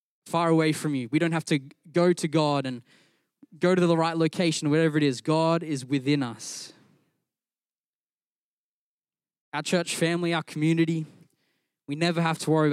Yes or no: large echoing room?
yes